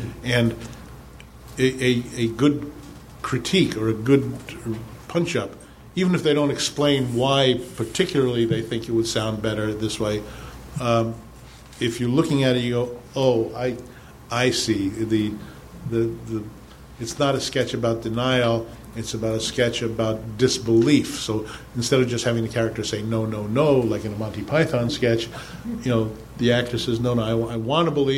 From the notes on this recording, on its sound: Recorded live at Nerdmelt on August 4, 2013.